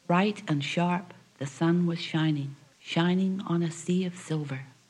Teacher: Trochaic goes dum-di, dum-di, dum-di, dum-di.